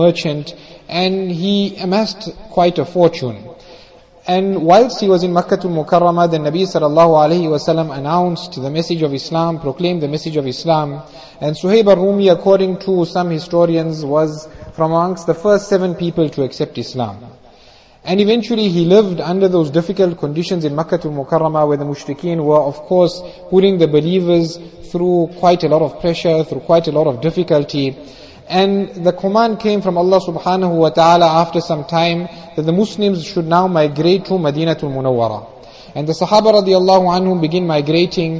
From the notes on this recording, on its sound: Jumuah Lecture.